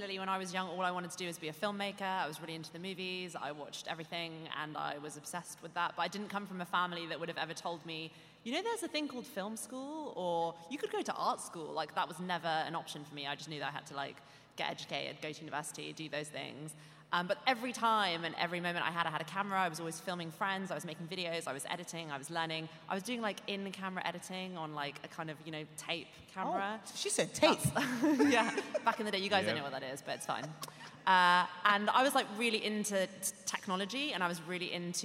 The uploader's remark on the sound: SPECIAL EDITION LIVE from The New Voice Awards Amplify. Special edition live recording of The Mainstream Podcast at the TV Foundations New Voice Awards Amplify event.